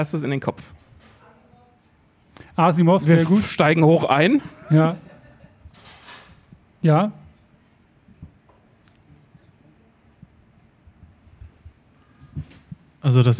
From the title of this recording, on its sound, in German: LuLL Live bei der Podcast Brause am 7. Juni 2023